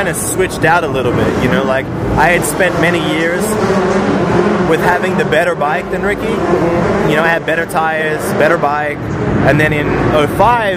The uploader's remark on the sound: At the Paris supercross. There is some background noise.